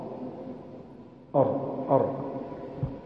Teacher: الرأس، رأس الطرف النون، والراء لظهر اللسان أدخل، هكذا قال أدخل، الراء تخرج من طرف اللسان الأدخل للظهر قليلا